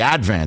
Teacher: You have to put the accent on the first syllable.